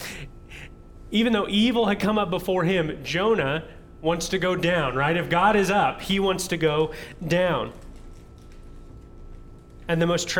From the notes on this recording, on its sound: audio from New City Church in Champaign-Urbana, IL